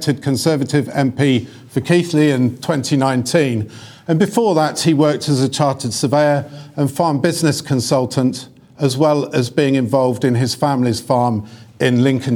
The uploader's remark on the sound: The Farmers Weekly Question Time event at the Great Yorkshire Showground. Recorded in front of a live studio audience.